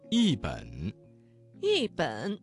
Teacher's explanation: 这个词当中的一字在三声之前变成了四声 · Term: 语流应变